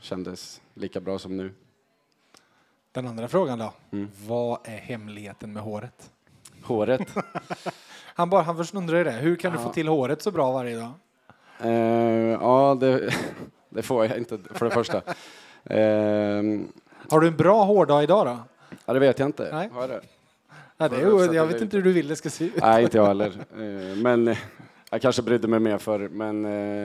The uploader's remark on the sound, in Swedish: VF Hockey Live 2.0. För andra året i rad spelades VF Hockey Live in inför publik på Pitchers i Karlstad.